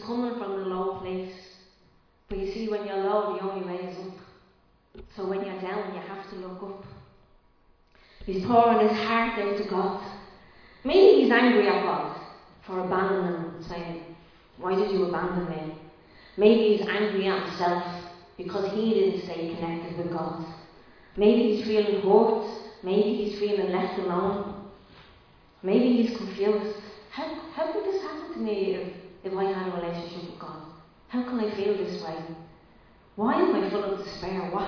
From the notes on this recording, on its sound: Recorded live in Liberty Church on 3 April 2022